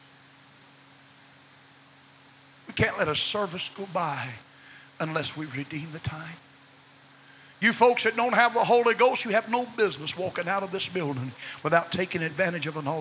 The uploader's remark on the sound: was preached at First Apostolic Church in North Vernon, IN, January 3, 1993.